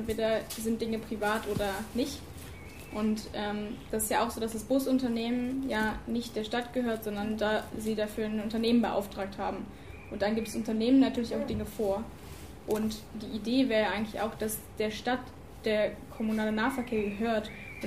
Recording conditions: busy venue